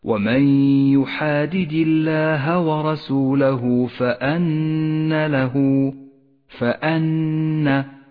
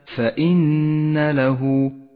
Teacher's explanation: لاحظ أن الهمزة مفتوحة وليست مكسورة · Shown in: first take · اقرأ هكذا ومن يحادد الله ورسوله فأن له فأن وليس فإن